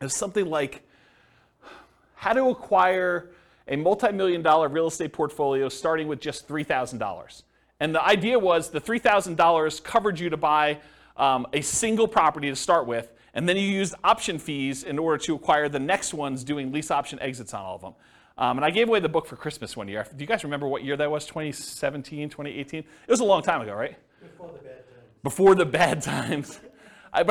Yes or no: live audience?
yes